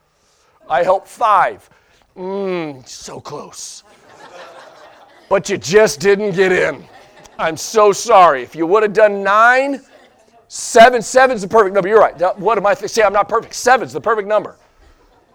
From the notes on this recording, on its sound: Sunday Morning Sermon Audio